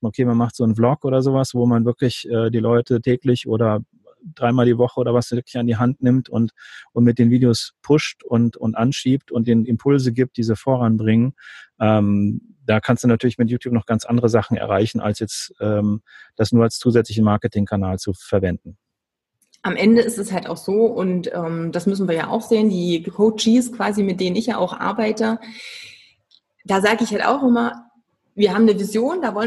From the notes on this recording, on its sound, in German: Im Live-Webinar. Richtmikro fürs iPhone.